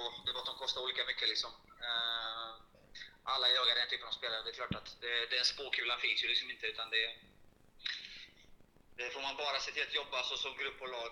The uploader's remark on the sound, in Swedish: Dåligt ljud. Dåliga klippningar.